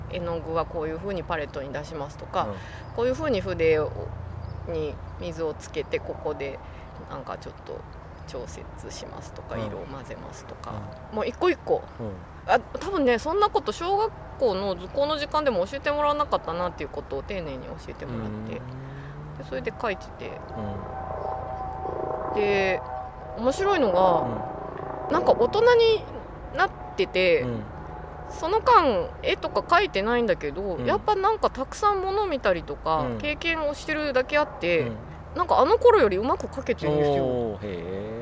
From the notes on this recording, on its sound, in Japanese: 今回も、すっかりお気に入りになった明治神宮の芝生で、のびのびと収録しました。天気は晴れ。